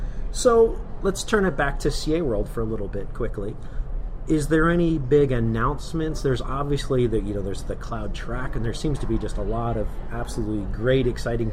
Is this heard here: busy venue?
yes